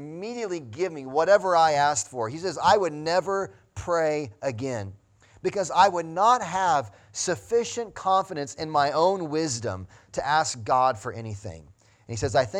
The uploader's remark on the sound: Sunday Morning Sermon Audio